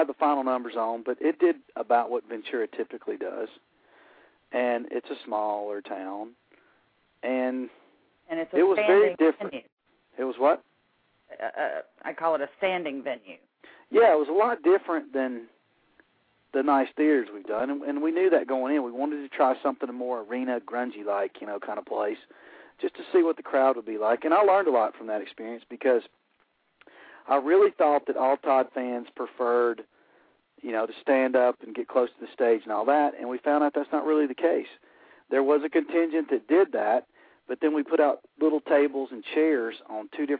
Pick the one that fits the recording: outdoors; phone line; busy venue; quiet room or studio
phone line